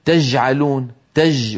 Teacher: فيقول مثلا تجعلون تج وينطق الجيم رخوة